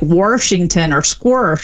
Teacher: And then there's the intrusive R, which is where you get an R sort of just stuck in the middle of places that never had one by people that typically don't drop their R elsewhere, and that's when you say like Washington or squirsh.